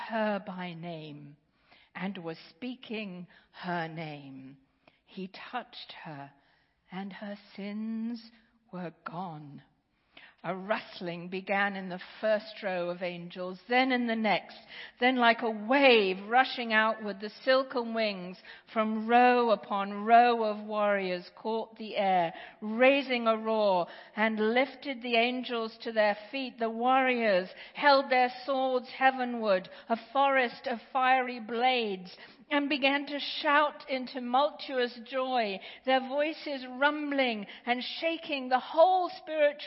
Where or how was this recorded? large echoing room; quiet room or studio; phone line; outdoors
large echoing room